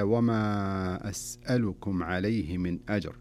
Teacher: ثم تأتي أسألكم، هذه همزة قطع، فيكون المد بمقدار أربع حركات لمن يقرأ على طريقة الشاطبية أو طريقة المد المنفصل كما هو في برنامجنا هذا، فتمد بمقدار أربع حركات.